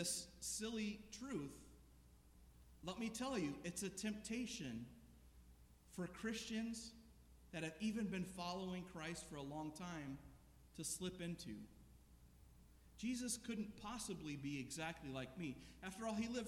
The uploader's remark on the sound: This sermon was preached at The Salvation Army Omaha Citadel Corps, 3738 Cuming Street.